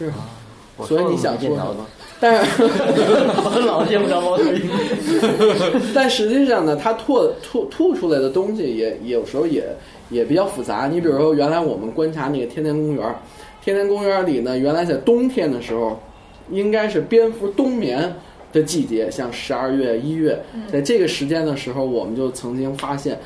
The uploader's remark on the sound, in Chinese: 本期节目为在张大妈办公区用录音笔录制，可能有街道上的杂音，请见谅。